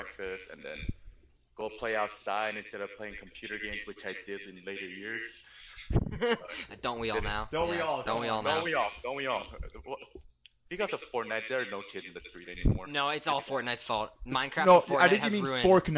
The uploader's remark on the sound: We apologize for the heavy breathing in this episode. We had to use a lower quality headphone mic for the Discord call which caused some audio issues.